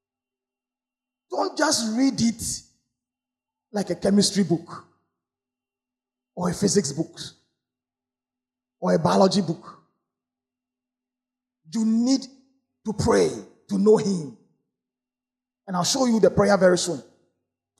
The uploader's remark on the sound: Sermon preached at CBC Shiashie Campus